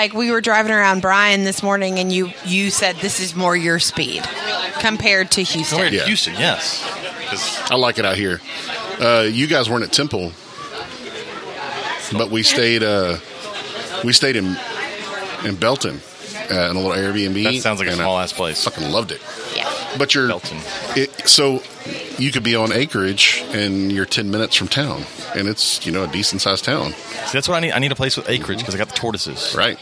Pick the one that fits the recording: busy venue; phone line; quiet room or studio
busy venue